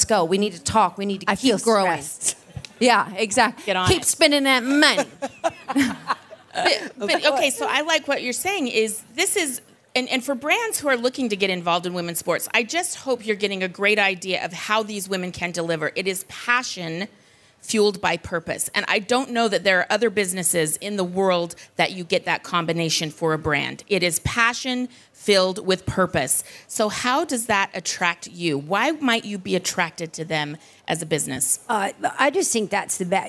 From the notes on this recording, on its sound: We’re going to Cannes, France and bringing you a panel from Sport Beach which was hosted by Stagwell Inc. During last month’s Cannes Lions.